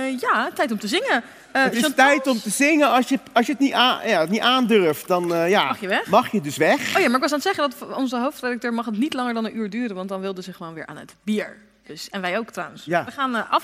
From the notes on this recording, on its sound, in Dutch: Opgenomen in Arminius mét publiek.